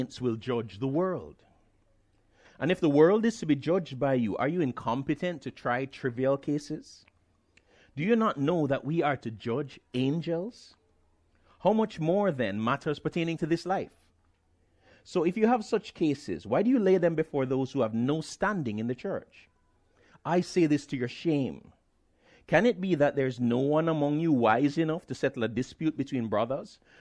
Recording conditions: large echoing room